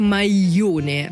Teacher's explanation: произносит как майоне, прям просто й, да, вот и краткое